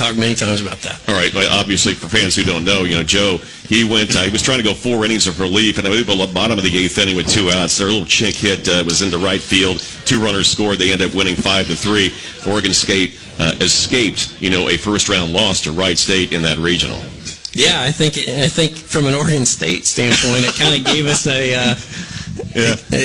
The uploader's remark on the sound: live at Mode X for the coaches show this past Monday night